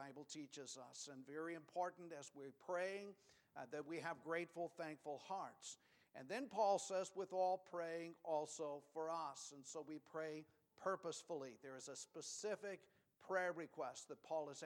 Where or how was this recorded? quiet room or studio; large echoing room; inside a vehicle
large echoing room